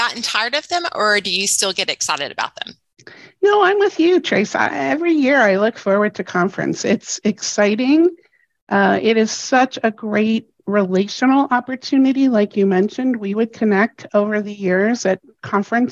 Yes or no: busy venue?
no